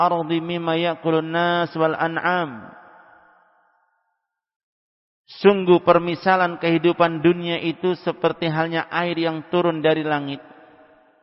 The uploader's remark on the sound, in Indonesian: Tempat: Masjid Ma'had Darussunnah Jeneponto.